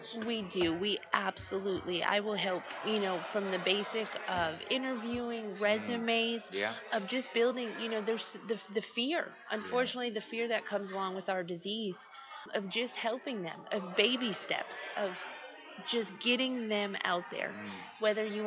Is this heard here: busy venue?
yes